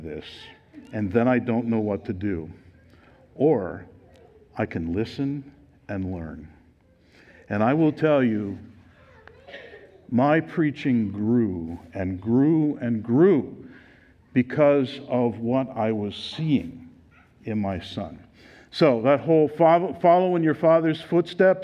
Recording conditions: live audience